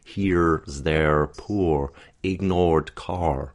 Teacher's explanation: that very strong R affects the sounds around it, and it also, we get a kind of an anticipation of that R in the vowel that precedes it. So, generally speaking, this slight curling of the tongue quality, that causes the resonance to stay very much in the back of the mouth and the throat.